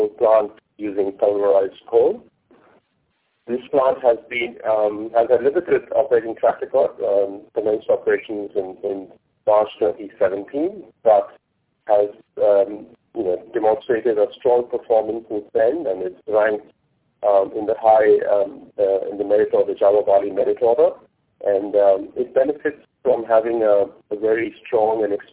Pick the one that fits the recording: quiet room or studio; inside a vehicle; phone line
phone line